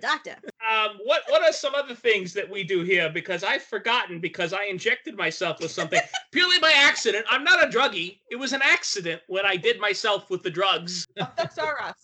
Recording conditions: poor sound quality